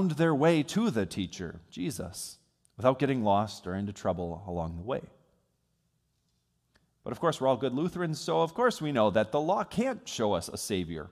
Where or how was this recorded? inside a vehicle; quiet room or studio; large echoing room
large echoing room